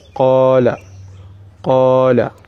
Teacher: because of the fact that the qaf has a fatha, the alifun maskunun, will make it a madda, which is madda tabi'i. So you say qala, qala, two counts. You don't want to say qala where you elongate it beyond its count, and you don't want to say qala where you are trying to say like you did not even bring the madda at all.